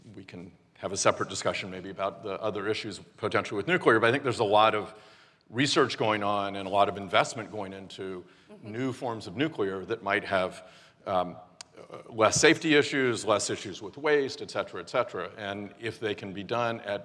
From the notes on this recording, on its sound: The best of live interviews from GreenBiz events.